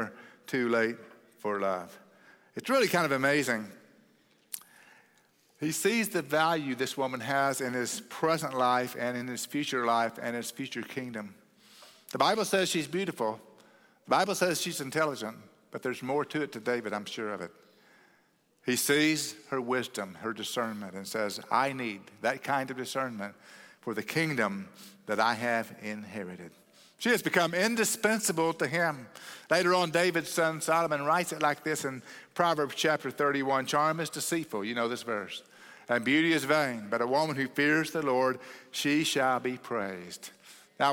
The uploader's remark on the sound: at Cross City Church in Euless, TX on May 14, 2023